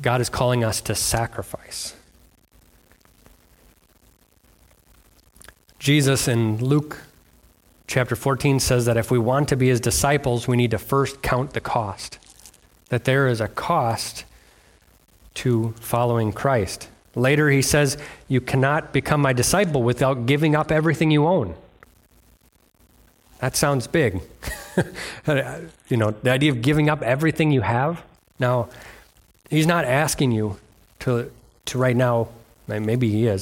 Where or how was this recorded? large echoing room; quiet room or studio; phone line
large echoing room